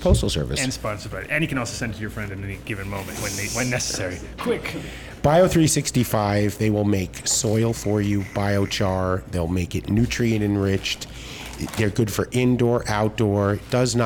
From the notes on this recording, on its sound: joining the show from beautiful Greece in fact he’s told us he will be on a rooftop across from the Acropolis